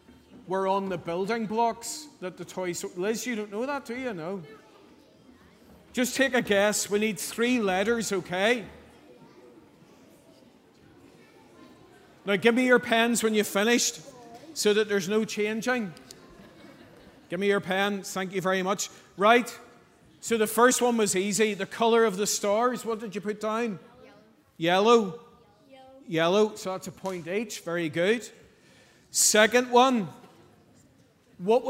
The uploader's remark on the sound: Sunday 12th November 2023 evening service. At our GB and BB enrolment service.